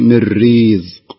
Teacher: في حالة الوقف كان فيه هناك إهمال بسيط، كأنك أضفتي ياء بدل الكسر